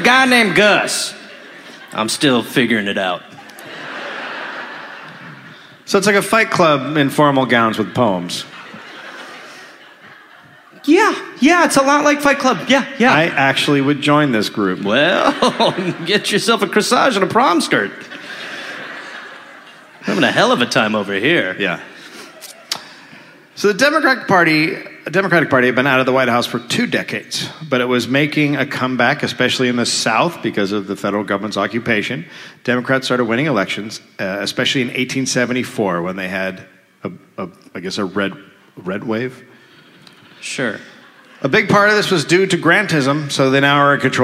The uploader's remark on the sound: (Live). Live at the Lincoln Theater in Washington DC.